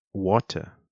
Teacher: In an American accent, you would say water. So you're kind of turning that T sound into a D sound. And in doing so, you're removing that hard T, T, T into a softer D, D, D.